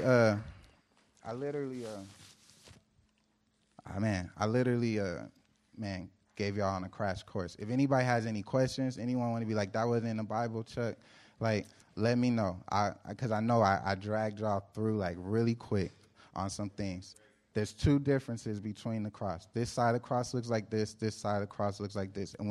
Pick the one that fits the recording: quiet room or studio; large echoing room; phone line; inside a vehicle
large echoing room